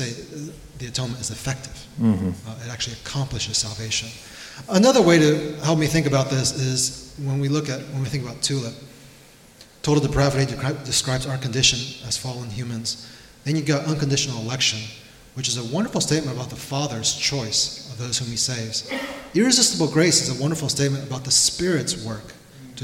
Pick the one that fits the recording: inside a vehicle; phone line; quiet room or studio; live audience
live audience